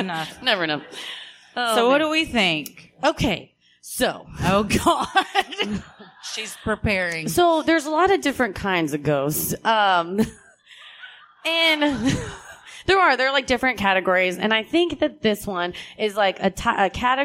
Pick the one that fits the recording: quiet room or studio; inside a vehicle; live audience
live audience